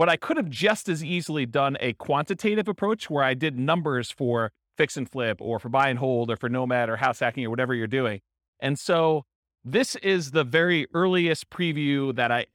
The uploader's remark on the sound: This was a live class recorded